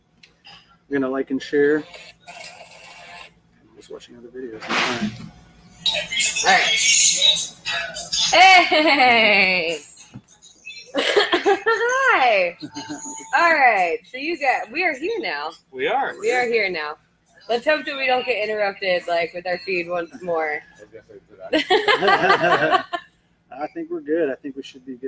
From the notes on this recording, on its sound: Here at Public House Heights